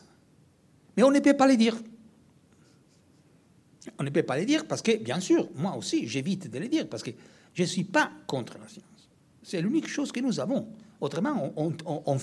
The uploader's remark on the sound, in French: Conférence inaugurale, dans le cadre du congrès de la Société française d’histoire des sciences et des techniques, qui s'est déroulée à Bordeaux du 19 au 21 avril.